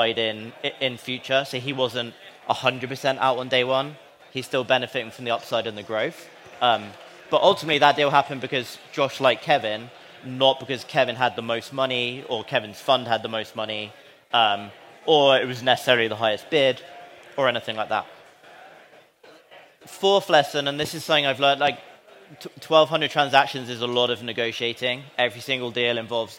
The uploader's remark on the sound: Live at SaaStock